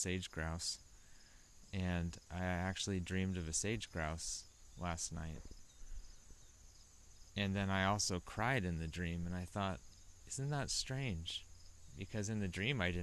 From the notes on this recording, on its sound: I decided to just go talk outside for a while. This is the least edited thing I’ve ever put on the internet.